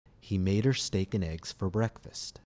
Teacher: The stressed words are made, steak, eggs, and breakfast.